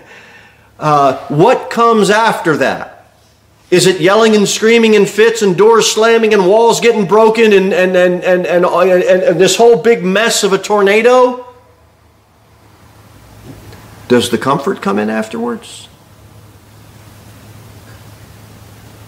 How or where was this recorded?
large echoing room